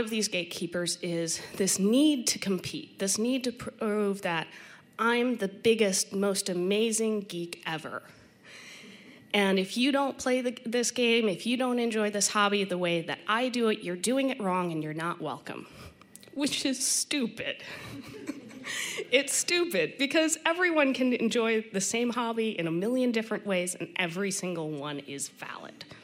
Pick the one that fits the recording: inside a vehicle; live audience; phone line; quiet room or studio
live audience